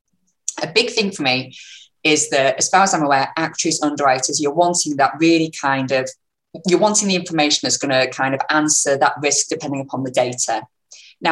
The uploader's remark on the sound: a recording of the webinar held by the Institute and Faculty of Actuaries